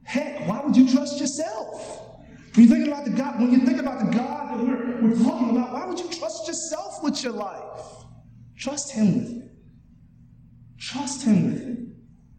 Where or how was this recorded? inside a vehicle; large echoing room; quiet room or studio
large echoing room